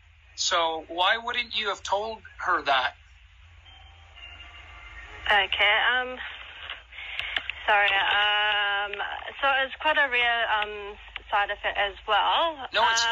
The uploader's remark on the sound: audio from an upset parents phone call with a pharmacy